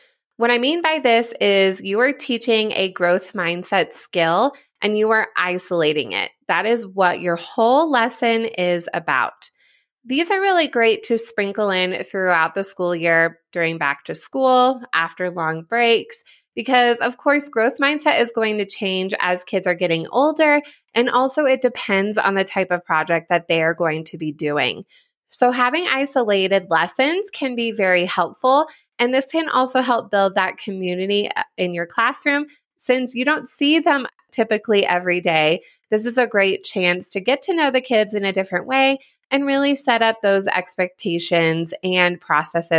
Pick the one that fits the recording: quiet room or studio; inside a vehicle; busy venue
quiet room or studio